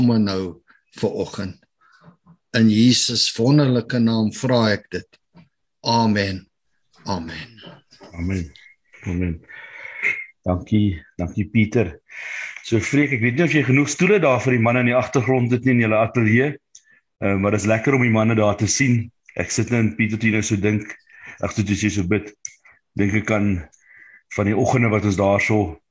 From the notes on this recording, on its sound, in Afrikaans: Zoom Byeenkoms